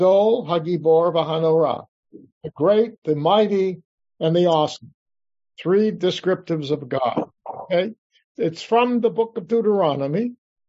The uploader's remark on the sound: This class was conducted via Zoom on August 8 2023.